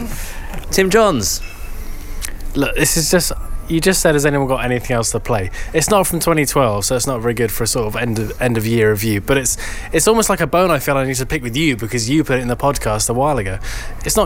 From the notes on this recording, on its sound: This festive edition comes direct from the Hippodrome Casino in London’s Leicester Square where some of our closest friends have gathered to enjoy some fun audio together and talk about radio production.